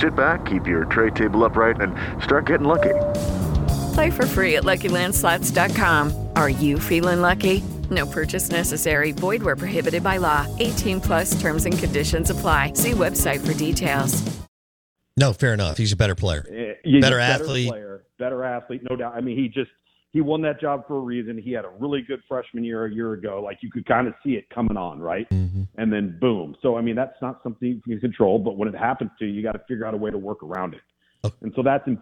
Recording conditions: phone line